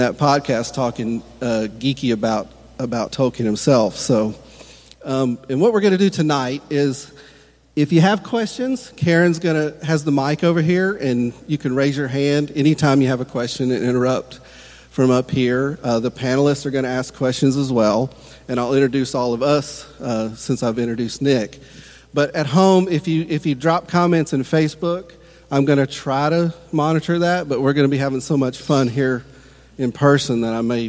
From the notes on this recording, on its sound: Recorded during a live panel discussion.